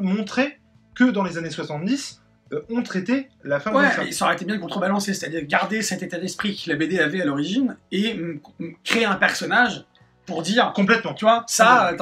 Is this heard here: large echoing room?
no